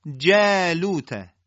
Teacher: الف در اینجا به دلیل استفال و ترقیق حرف جیم حالت ترقیق به خودش میگیره